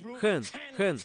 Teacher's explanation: Первый звук произносится как выдох.